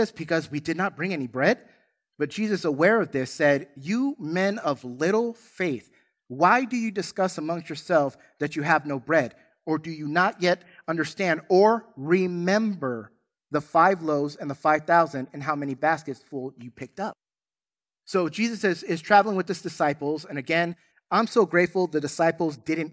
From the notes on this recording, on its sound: In this Easter Sunday service. Recorded from South Gate Fellowship in Duncanville, TX.